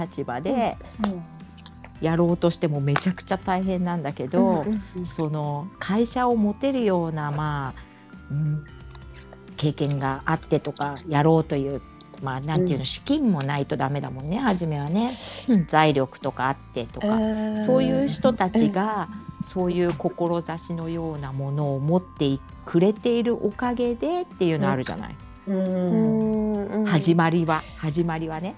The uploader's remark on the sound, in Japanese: ツイッタースペースからダウンロードした音源です。雑音お聞き苦しい点お許しください。